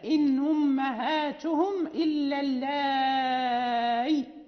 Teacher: ولكن إذا وقف إن أمهاتهم إلا اللائي، يقف بياء خالصة ساكنة